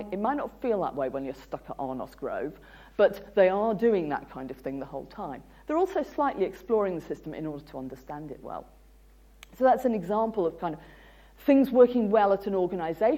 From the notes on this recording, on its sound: UCL Lunch Hour Lecture.